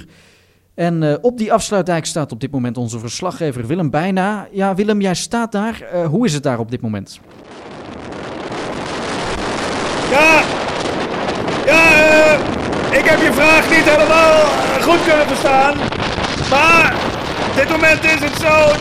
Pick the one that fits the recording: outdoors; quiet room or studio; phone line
outdoors